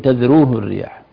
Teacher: الراء هنا مضموم فالراء مفخم